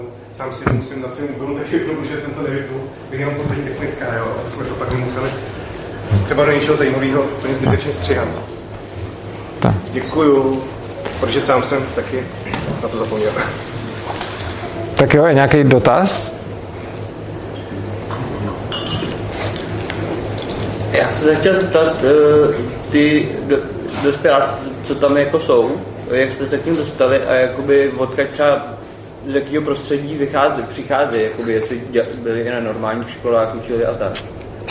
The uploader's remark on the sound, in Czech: jsme vystoupili v Divadle Pod čarou v Písku; publikum bylo dost různorodé